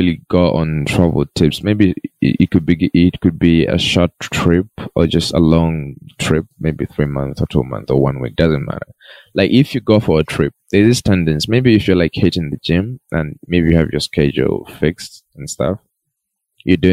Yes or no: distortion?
yes